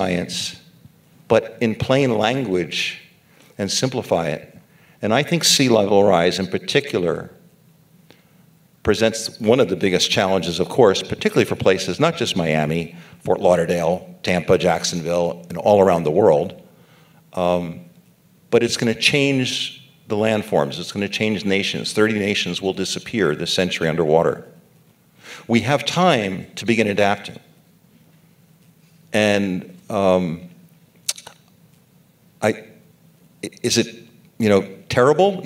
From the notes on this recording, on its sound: on stage at the 2023 Aspen Ideas: Climate event in Miami Beach